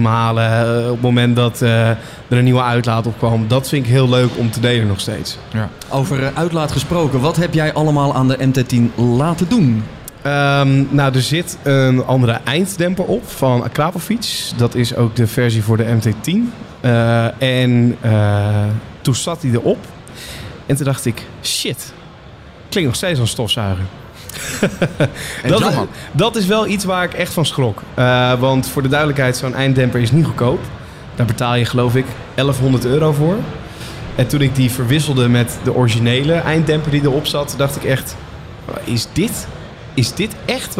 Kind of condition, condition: setting, busy venue